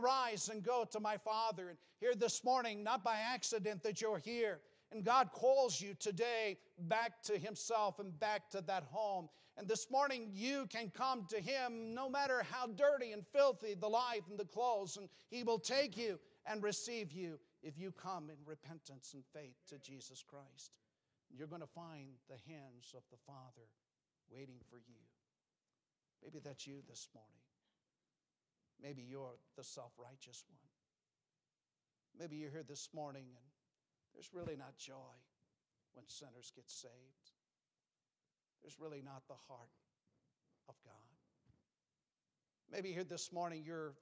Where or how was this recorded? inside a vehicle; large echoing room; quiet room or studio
large echoing room